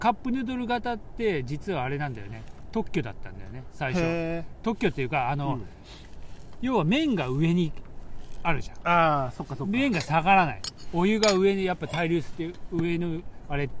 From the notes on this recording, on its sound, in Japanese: いつもの水辺で収録です